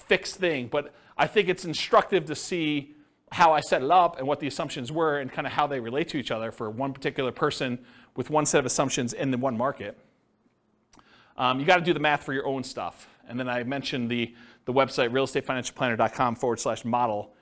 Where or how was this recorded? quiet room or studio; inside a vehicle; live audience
live audience